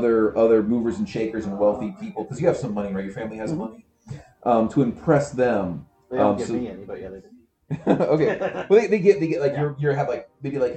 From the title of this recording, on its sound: Live from CondoCon